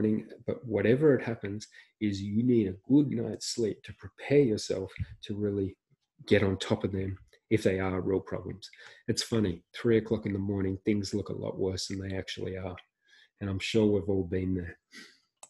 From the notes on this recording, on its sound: This is the audio from a recent webinar